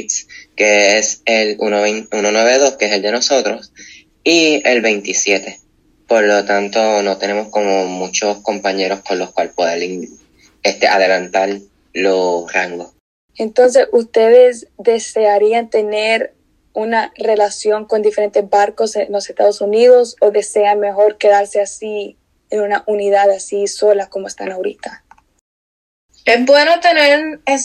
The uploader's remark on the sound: Held a Zoom call with a Sea Scout Ship in Puerto Rico. This entire interview is in Spanish.